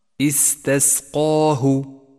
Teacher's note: ولاحظ القاف المفخمة والألف المفخمة